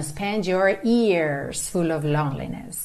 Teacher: a gente não vai ter também a língua enrolada que a gente teria no inglês americano